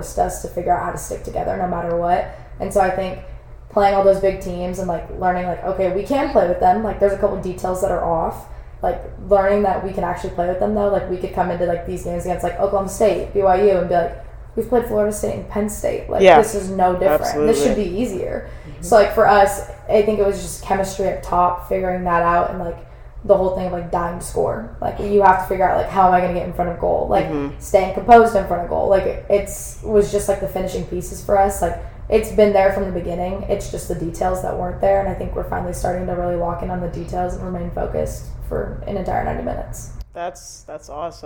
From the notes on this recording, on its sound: I had some technical difficulties with my microphone